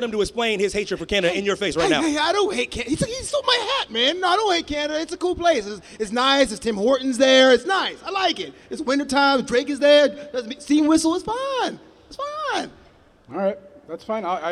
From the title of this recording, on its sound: Live From Axxess Superstore